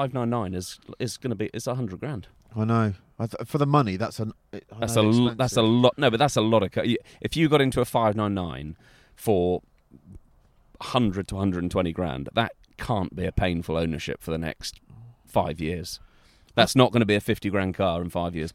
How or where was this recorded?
outdoors